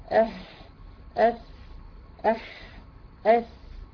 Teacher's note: حرف الهاء والفاء والحاء والثاء فهي فيها نسبة الهمس أكتر